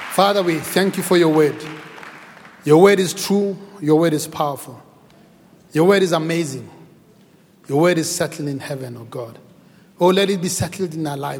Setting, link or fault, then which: setting, large echoing room